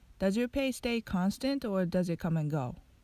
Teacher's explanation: come and go で先ほど同様 and の d が消えて an という発音になるので続けて言うと come and go となります